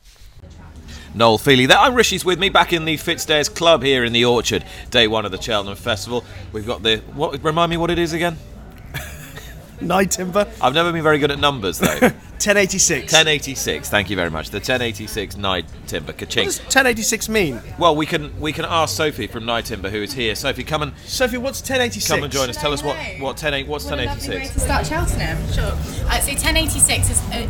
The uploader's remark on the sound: brought you from the Fitzdares Club on the racecourse